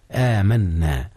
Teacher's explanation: آمن فعل ماض مبني على السكون لاتصاله بضمير الرفع ناء. نعم، ضمير الرفع المتحرك نا اتصل بآمن فأدغم نون آمن في نا · Term: إدغام المتماثلين